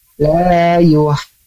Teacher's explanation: Namun ketika la yuh di sana ada huruf ha tengah tenggorokan ya. Jadi nanti hamzah ha, nah itu ada di pangkal tenggorokan.